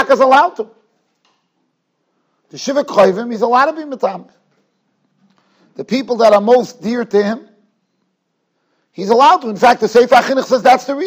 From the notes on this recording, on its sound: Shiur recorded in Yeshivas Ohr Reuven, Monsey, NY.